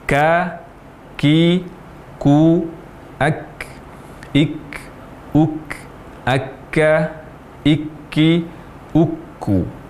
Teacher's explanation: Tempat keluar huruf atau makhraj huruf kaf adalah pangkal lidah, lebih ke depan dibandingkan dengan huruf qaf, ditemukan dengan langit-langit berdaging dan bertulang.